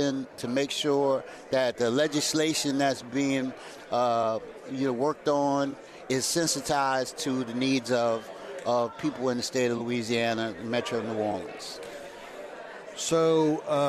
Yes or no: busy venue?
yes